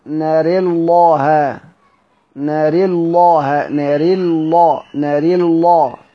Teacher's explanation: على مذهب السوسي جاز تفخيم اللام